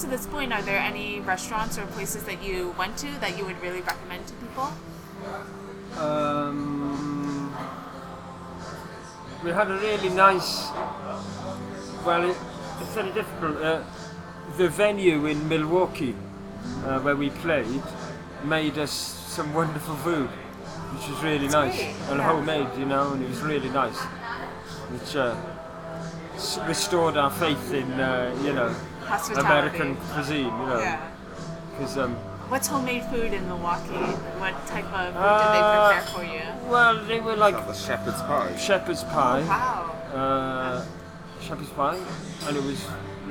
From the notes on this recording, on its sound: Recorded July 24, 2016 at the Sinclair in Cambridge, MA.